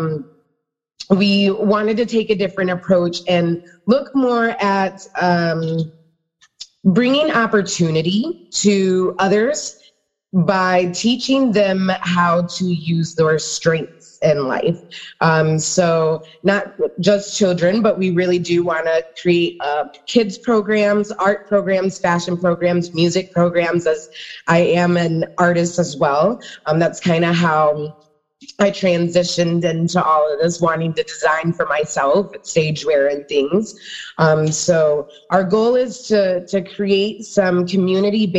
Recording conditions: video call